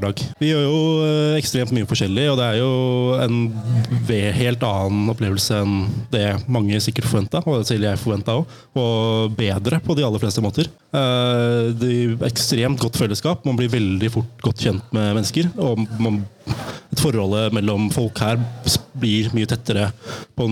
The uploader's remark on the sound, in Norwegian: Vi er direkte inne fra Haugetunfestivalen 2023